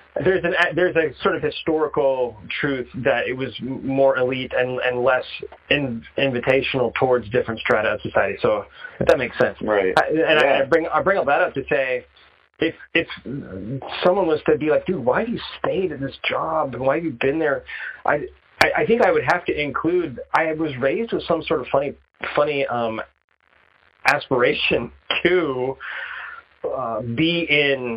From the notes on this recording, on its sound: I check-in via phone call